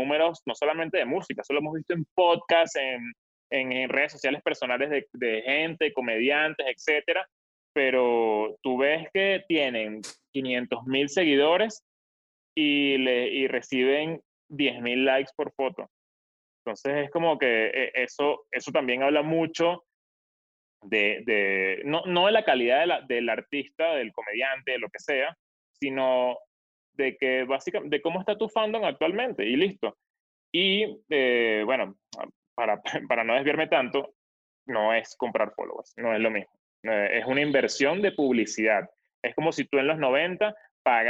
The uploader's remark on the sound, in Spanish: El Music Deal se conecta vía zoom